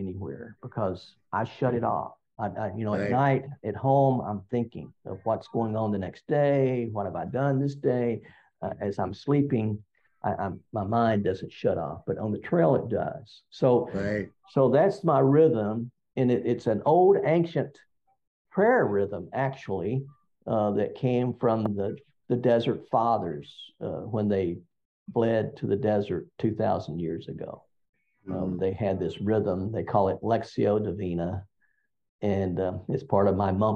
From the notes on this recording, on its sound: We sat together over a video teleconference and talked about hiking.